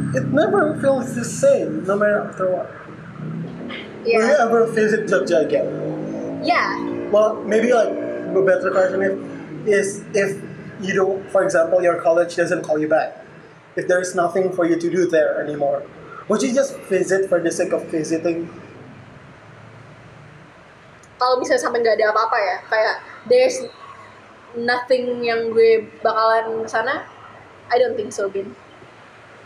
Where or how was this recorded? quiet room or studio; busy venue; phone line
busy venue